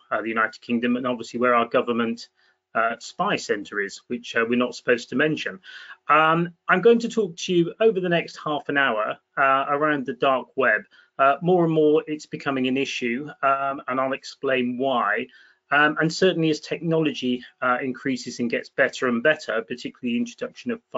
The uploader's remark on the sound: a recording of a recent webinar we held in partnership with Acuris Risk Intelligence and the Capital Club Dubai